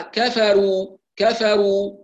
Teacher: الكاف مهموسة والفاء مهموسة لكن الراء مجهورة والراء أقوى منها، فقد تتأثر الفاء المهموسة بالراء المجهورة فيجهرها القارئ فيقول كفروا، أو يقلب الكاف جيما كفروا، كل هذه أخطاء.